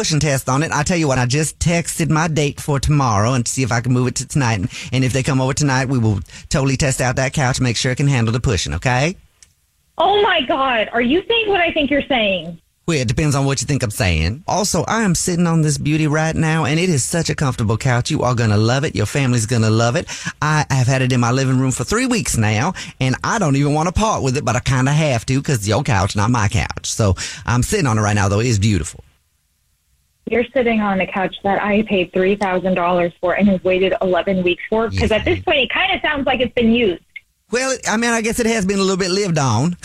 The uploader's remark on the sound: is on the phone and wants to prank his wife